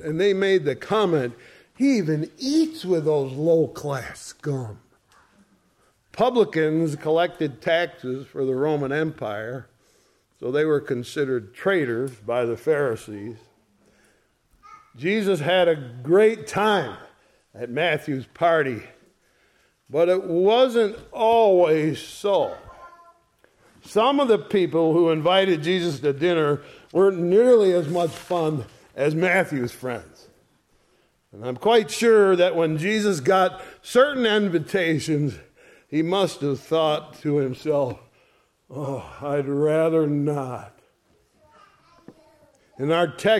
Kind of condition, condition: setting, large echoing room